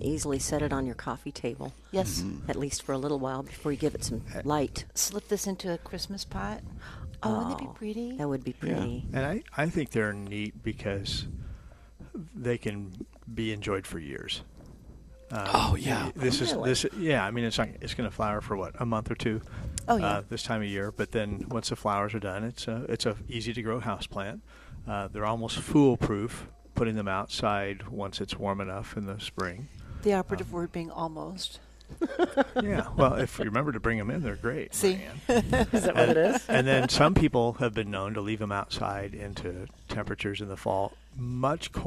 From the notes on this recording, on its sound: Plant Experts Live at Prairie Gardens.